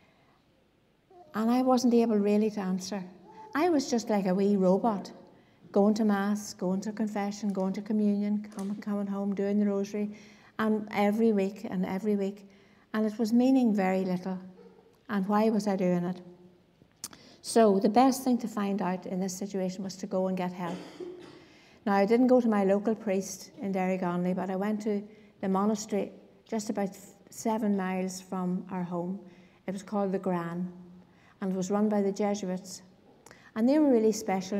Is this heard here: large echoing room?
yes